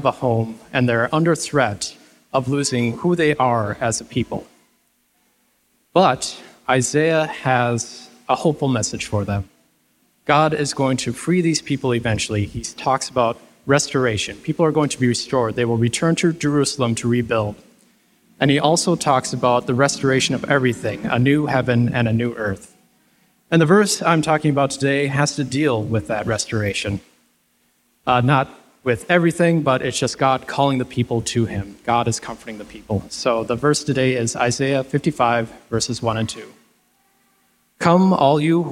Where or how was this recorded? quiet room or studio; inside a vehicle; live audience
live audience